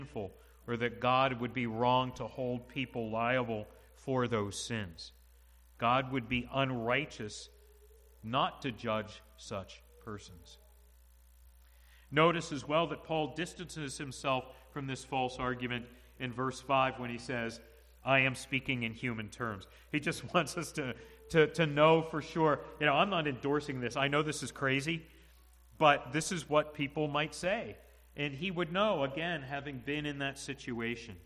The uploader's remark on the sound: to the congregation at the Manchester Reformed Presbyterian Church of New Kensington, PA, on Sunday, March 06, 2022 .